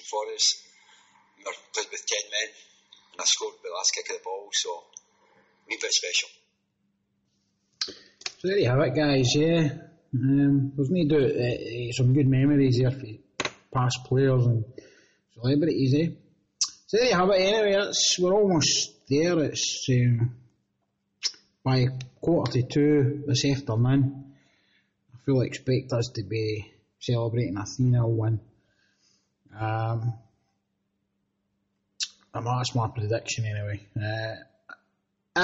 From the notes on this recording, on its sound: Apologies for some of the sound quality